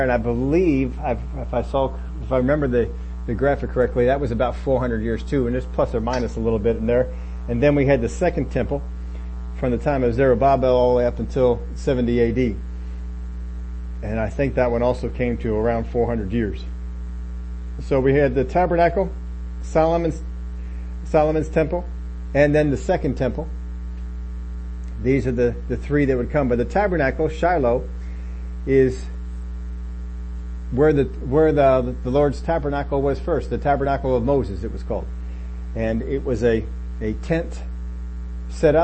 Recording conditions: hum or buzz